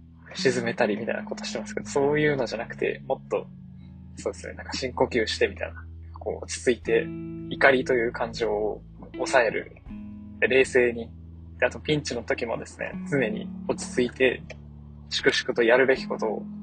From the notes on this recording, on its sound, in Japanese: 2022年9月30日の夕方、運転中の車内にて収録